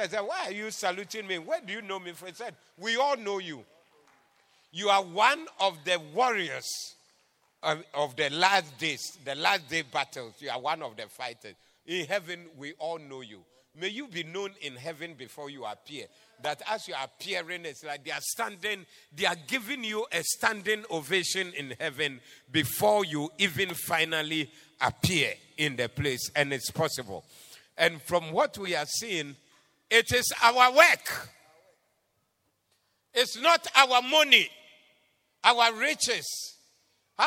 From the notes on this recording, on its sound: Preached at the Doxa Service 02072023